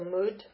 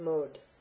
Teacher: Now, if you remember in the first gunna, the first conjugation, short penultimate vowel takes guna, so mud becomes mod